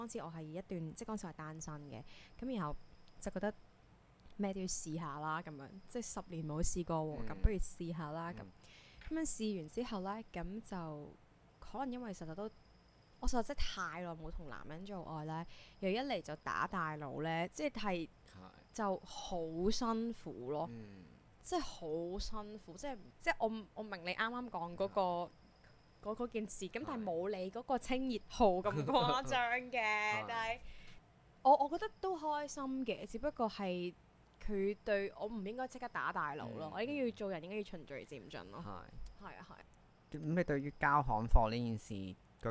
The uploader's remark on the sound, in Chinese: 本集因收音故障，雜音較多，敬請見諒。